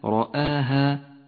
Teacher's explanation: وكلمة رآها رآها حاذر من الخلط بين صفة الترقيق والتفخيم للحروف، فالراء في أولها مفخمة وباقي الحروف حروف مرققة